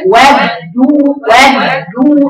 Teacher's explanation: اقطعي الصوت بالدال ساكنة وبعدين دال، ما فيهاش هوا · Term: حرف شديد